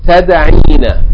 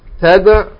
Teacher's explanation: So after the omission of the waw along with its vowel, the waw and its vowel, which is kasra, tada'uina, when the waw and its vowel is deleted, the verb becomes tada'u followed by ya. The dhamma of the ayn is changed to kasra because of the ya that is following. · Shown in: first take · And it's changed to the kasra to be appropriate for the ya, because the dhamma is not followed by ya in Arabic.